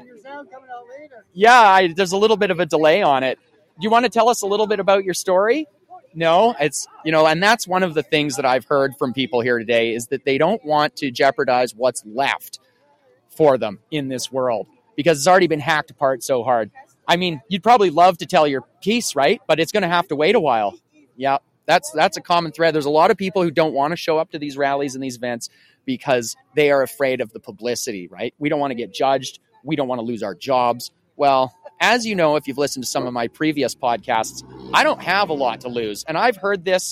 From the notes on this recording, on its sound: Live From the BIG SKIS. Broadcasting the People Live from the visitor center of 100 Mile Horse!